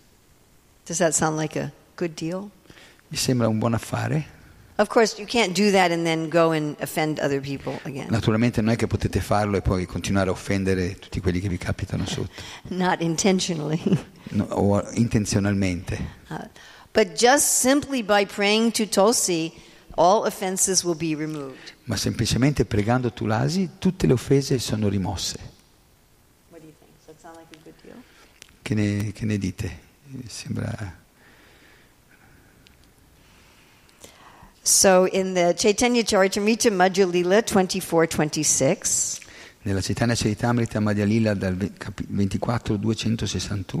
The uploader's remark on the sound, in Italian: in diretta dal Tempio di Villa Vrindavana